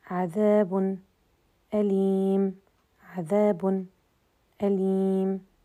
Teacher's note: المشهور عن حمزة السكت على الساكن قبل الهمز